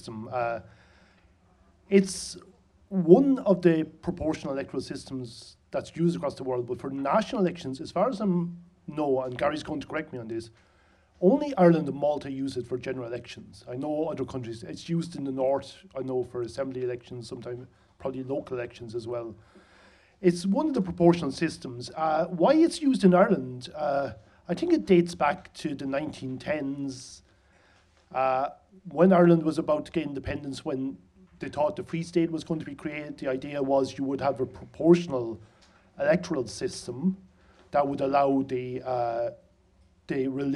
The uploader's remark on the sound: For our first live episode, recorded at Crow Street in Dublin's Temple Bar.